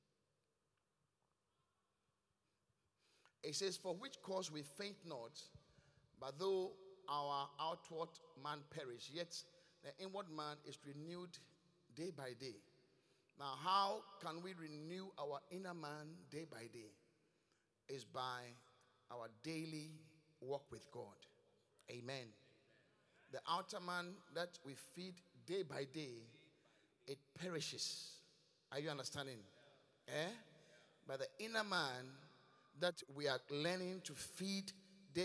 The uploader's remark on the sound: Preached at The Qodesh. Inspiration Service.